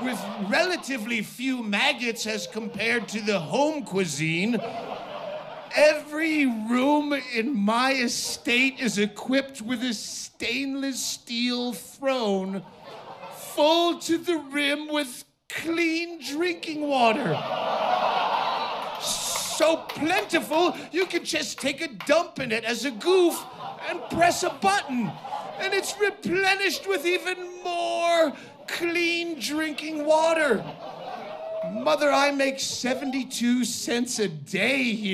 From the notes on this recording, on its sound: performs live in his hometown of Bisbee, Arizona